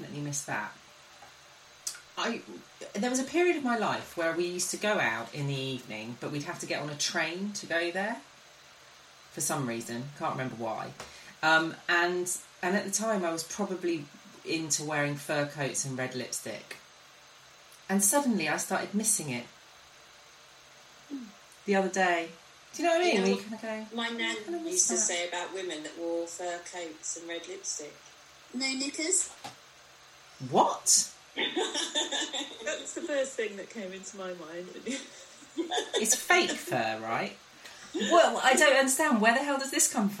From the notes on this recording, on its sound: Apologies for the sound quality on the podcast, I can't control my guests.